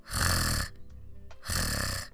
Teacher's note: the majority of the Portuguese people will do it with the throat. So, a vibration there on your throat · Term: Portuguese R sound